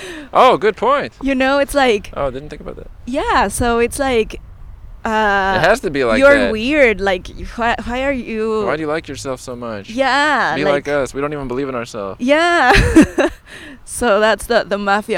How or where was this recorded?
outdoors